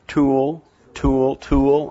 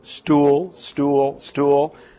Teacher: That puff of air should almost be completely gone in stool. · Shown in: second take